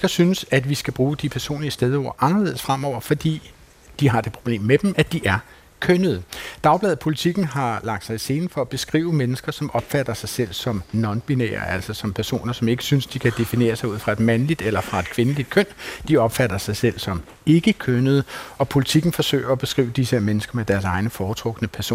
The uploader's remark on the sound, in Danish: Klog på Sprog sender live fra sprogfestivalen Sprogense